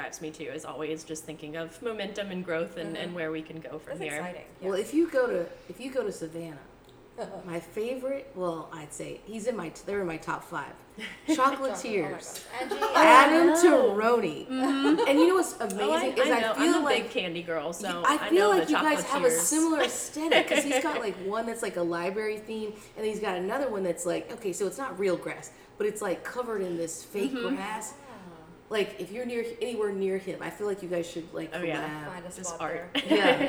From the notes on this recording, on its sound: we are on location at Blum Coffee